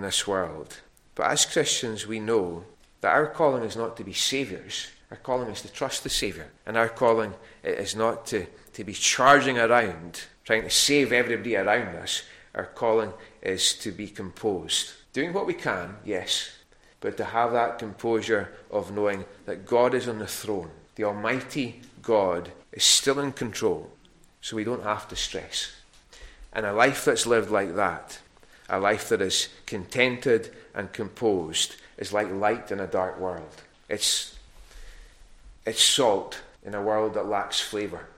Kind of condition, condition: setting, large echoing room